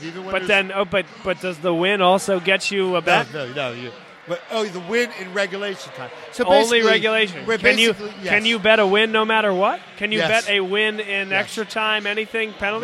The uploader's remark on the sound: Vuvu Soccer is live from Villa Capri in Doylestown!